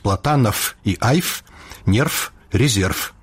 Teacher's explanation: Расейскі шумны зычны «в» аглушаецца ў «ф»